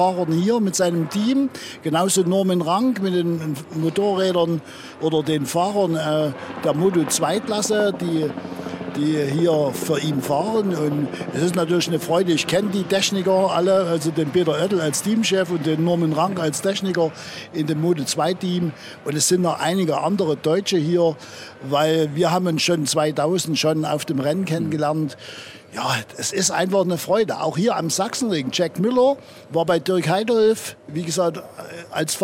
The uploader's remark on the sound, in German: Im Sonntagsbrunch erzählte er davon - live neben der Rennstrecke. In seinem mobilen Sendestudio erleben.